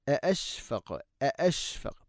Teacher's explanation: തൊണ്ടയുടെ താഴെ ഭാഗമാണ് ഹംസയുടെ മഖ്റജ്